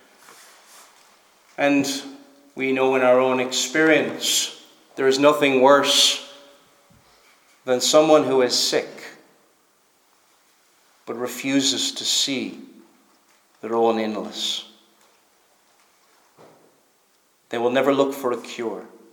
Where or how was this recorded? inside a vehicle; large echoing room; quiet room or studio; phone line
large echoing room